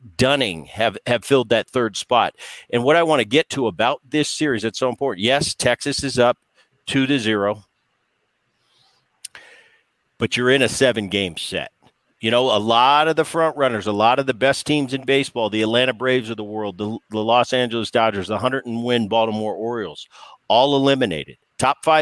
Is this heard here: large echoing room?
no